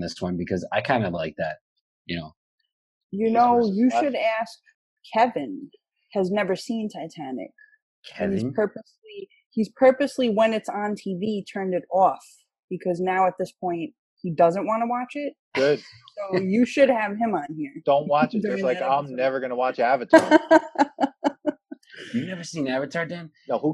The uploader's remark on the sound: We recorded this on September 14th, 2020 on Zoom so there are some small sound discrepancies